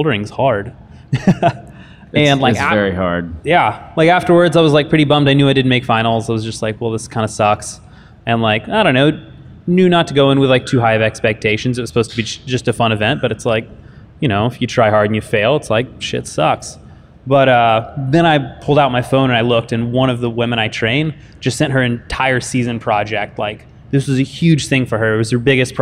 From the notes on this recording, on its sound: live in front of an audience